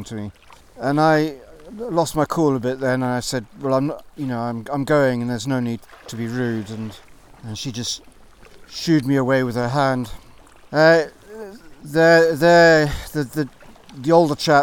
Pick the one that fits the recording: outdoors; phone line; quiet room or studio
outdoors